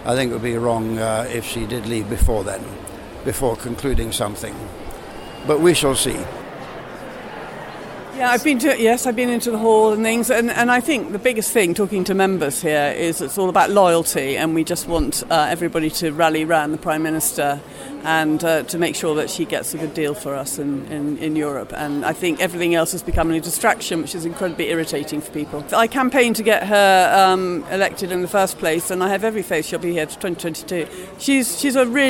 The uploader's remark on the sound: an audio postcard from the Tory event in Birmingham